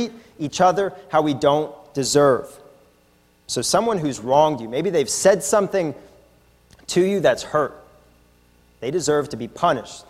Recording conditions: large echoing room